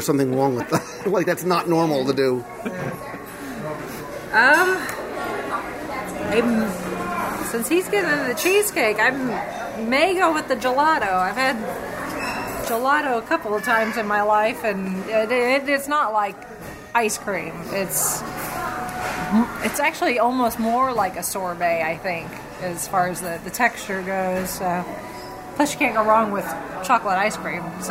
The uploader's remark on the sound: Tony's Town Square Live Restaurant Review. This week I invite you to join me (virtually) around the table for another live Walt Disney World dining review.